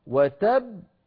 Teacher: نحو وتب، ما أصلها كما ترون؟ وتب، يعني باءين، الباء الأولى ساكنة والثانية مفتوحة